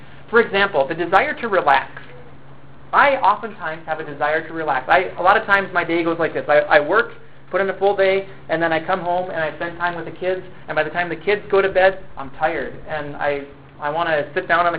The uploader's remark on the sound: For some reason, the audio recorder I use only recorded the first 19 minutes of this sermon. I apologize that we don't have the ending.